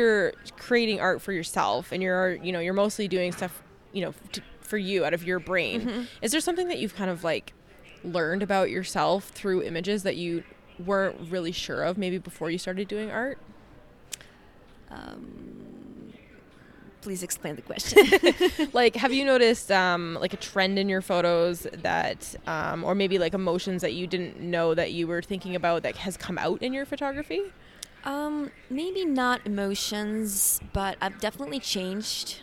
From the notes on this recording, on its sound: live from the basement of the Mandalay Bay during WPPI